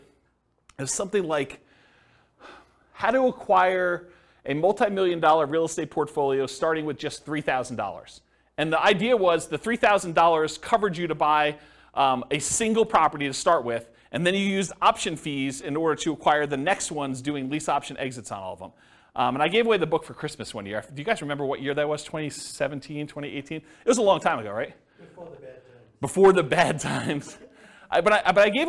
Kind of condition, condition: setting, live audience